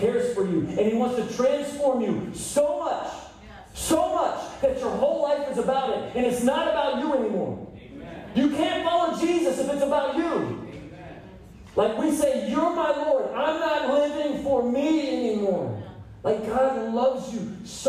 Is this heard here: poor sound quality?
yes